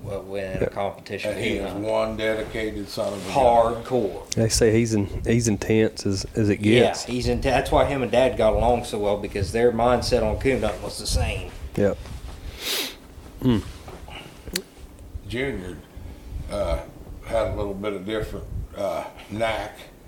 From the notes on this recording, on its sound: While judging the Bear Pen Invitational in Dyersburg, TN